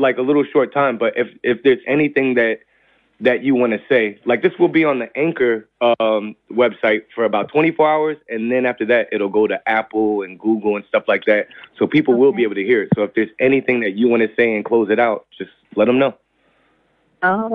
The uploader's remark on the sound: Here's our phone call.